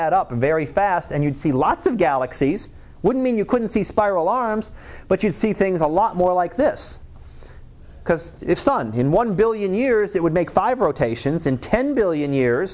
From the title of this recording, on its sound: Live Class Lecture